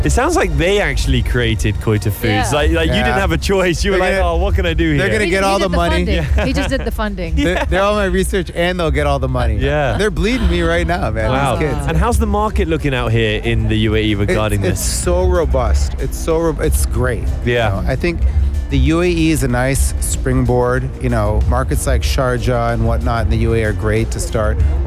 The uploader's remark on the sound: Live from SEF 2024